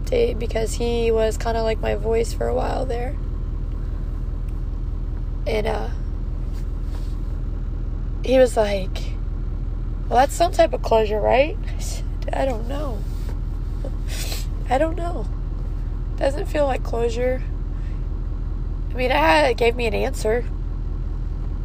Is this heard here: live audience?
no